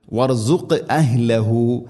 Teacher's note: വർസുഖ് എന്നത് ഖാഫിന് ഖൽഖല, ഖൽഖലയുടെ അക്ഷരമാണ്. ഖാഫ് സുക്കൂനുണ്ട്, ഖൽഖലയുടെ അക്ഷരം. സുക്കൂനാണെങ്കിലും ശബ്ദം ശരിക്കും കേൾക്കണം.